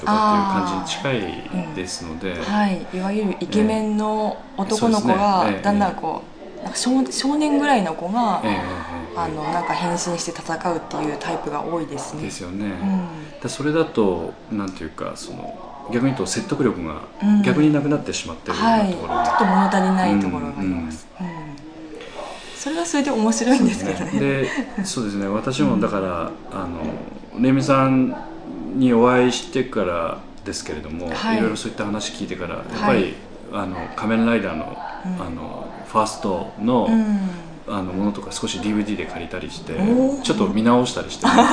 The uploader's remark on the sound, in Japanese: 客演の方々との飲み会時に収録させていただきました録音です。